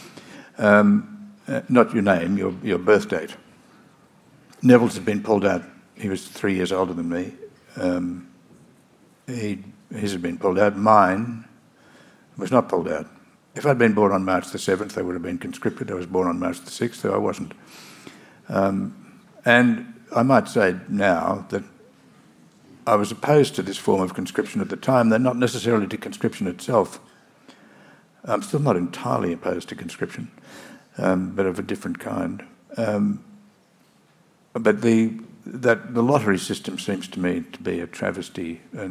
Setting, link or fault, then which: setting, live audience